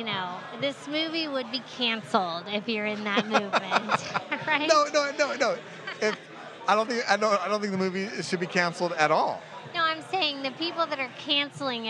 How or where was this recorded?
busy venue